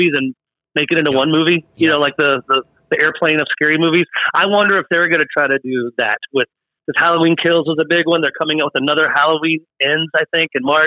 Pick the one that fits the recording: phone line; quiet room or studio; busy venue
phone line